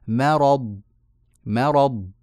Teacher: الميم تحتاج إلى ترقيق وألا تتأثر بالراء المفخمة بعدها